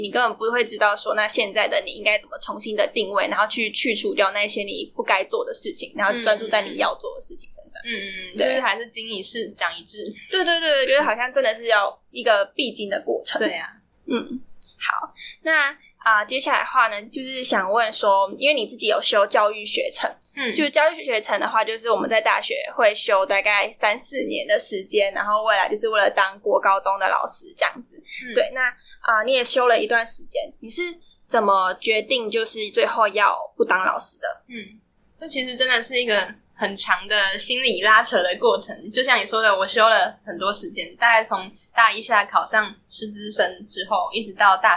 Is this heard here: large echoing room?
no